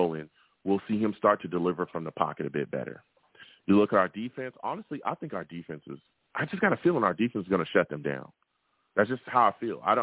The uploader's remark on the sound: Tonight, live at 7pm eastern. I take live callers!